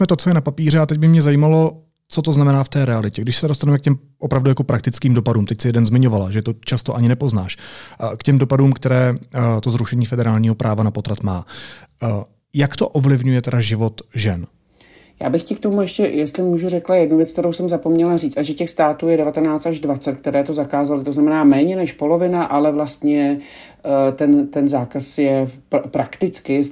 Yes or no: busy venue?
no